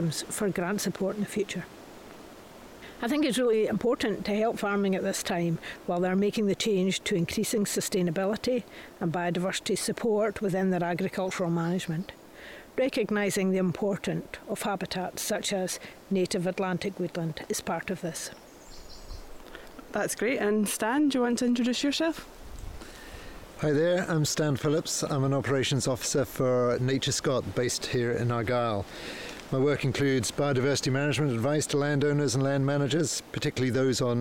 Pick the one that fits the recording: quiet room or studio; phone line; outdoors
outdoors